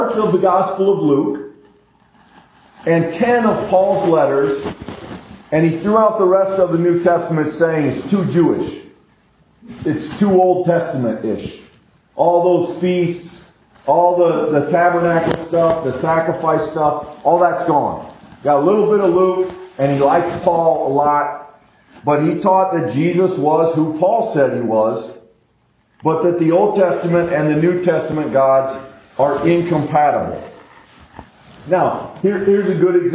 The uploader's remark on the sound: We apologize in advance for the poor recording quality, we expect to have our equipment malfunction corrected for the next episode.